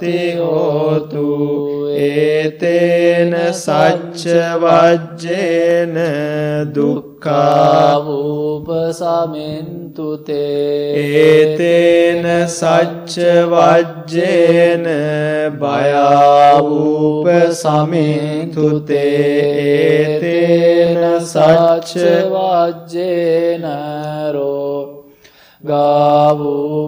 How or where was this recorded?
large echoing room